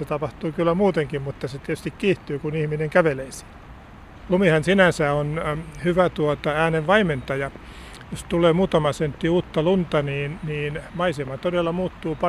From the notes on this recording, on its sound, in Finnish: vesisateisella lumiretkellä